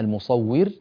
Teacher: هذه الراء من كلمة المصور راء مرققة في حالتي الوصل والوقف، فإذا وقفنا المصور تكون ساكنة وقبلها مكسور فيكون حكمها الترقيق، وإذا وصلناها تكون مضمومة وقبلها مكسور وحكمها أيضا الترقيق، كما بيناه من قبل في أحكام الراءات.